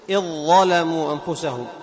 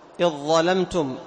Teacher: فالذال فيها صفة الانفتاح، وأما الضاء فيها صفة الإطباق، فتدغم الضعيف القوي · Term: إدغام